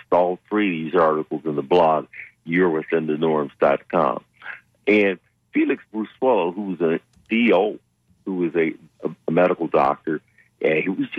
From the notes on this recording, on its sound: unique magazine format call-in show